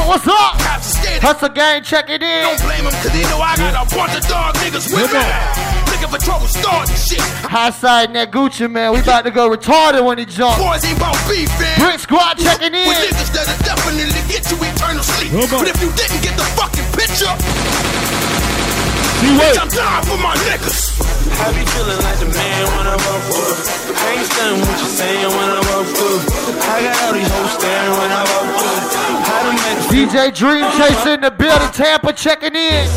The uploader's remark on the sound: Replay of the industry panel that went down at the 1st South Georgia Music Awards held in Waycorss, Ga at club Hush.